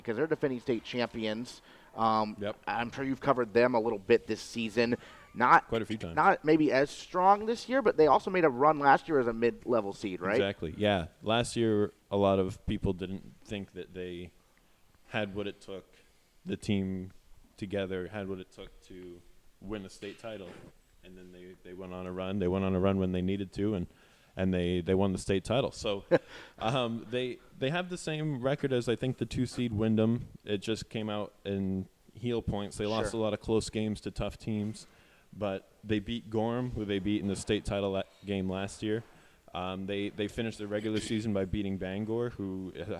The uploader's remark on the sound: broadcast live from Gridiron Restaurant